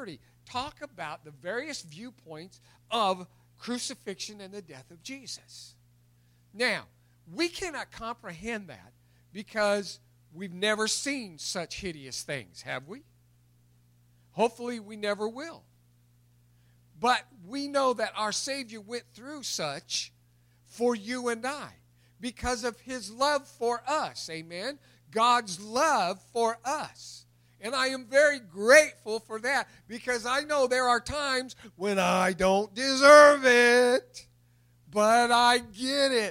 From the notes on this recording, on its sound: recorded April 4, 2021 at Open Bible Church in Lawrenceburg, KY